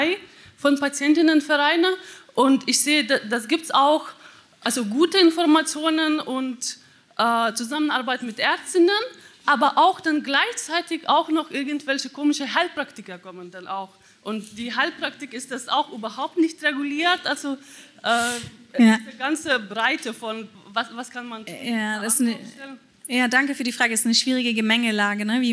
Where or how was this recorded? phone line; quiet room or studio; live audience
live audience